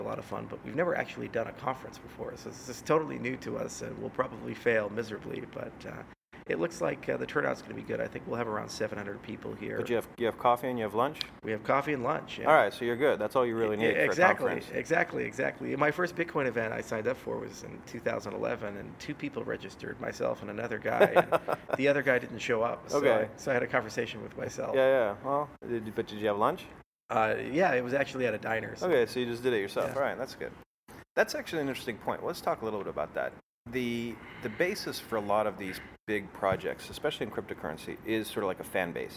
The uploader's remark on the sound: We recorded this episode live in Miami at his event.